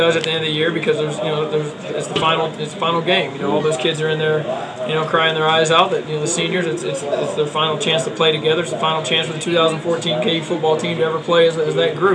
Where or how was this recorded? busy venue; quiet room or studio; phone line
busy venue